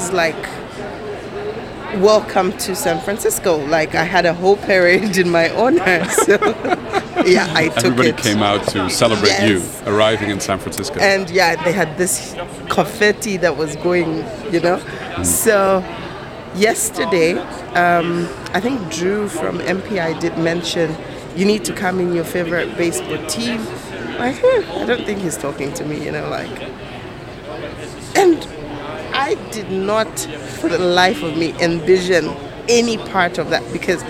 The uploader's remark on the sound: Live from Meeting Professional's World Education Congres 2022 in San Francisco